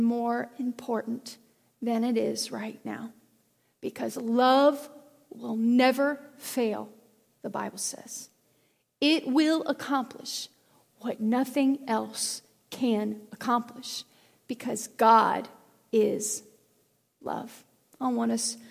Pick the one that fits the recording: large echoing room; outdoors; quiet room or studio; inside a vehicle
large echoing room